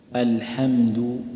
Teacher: الحمد كلها مرققة، الهمزة واللام والحاء والميم والدال